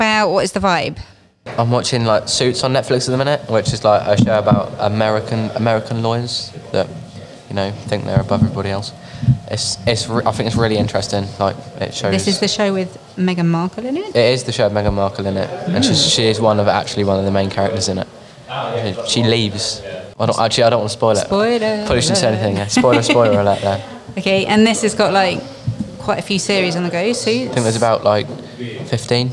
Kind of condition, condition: setting, busy venue